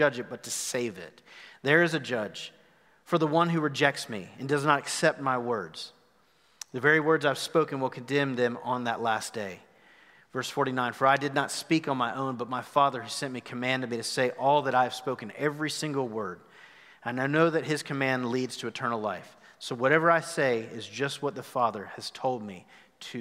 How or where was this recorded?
large echoing room